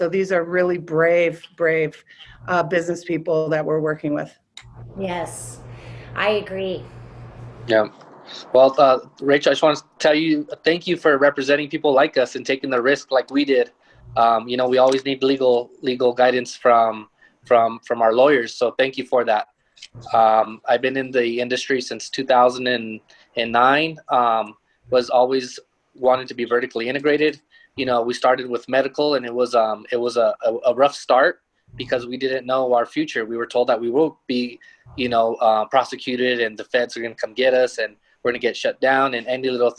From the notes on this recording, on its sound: Leaf Talks: Sports, Meds & Money | Virtual Conference.